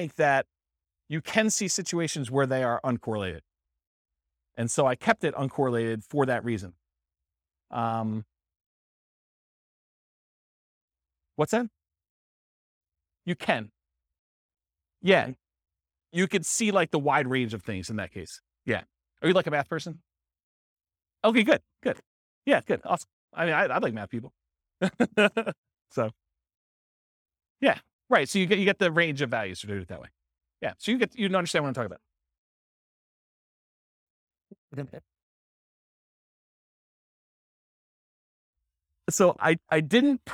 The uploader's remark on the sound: This was a live class recorded